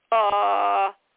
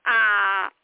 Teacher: make a kometz sound, uh, compress your lips. Make a patach sound, ah, open your lips. Your brain isn't telling your lips to do that.